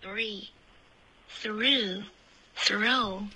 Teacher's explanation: 你的 R 的音拉的有一点点，那么一点长了吧